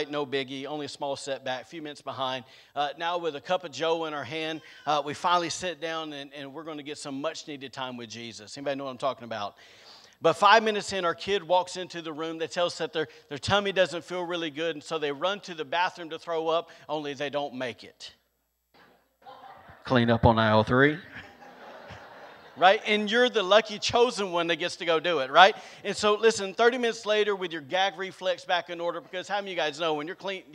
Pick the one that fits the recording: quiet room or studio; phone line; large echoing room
large echoing room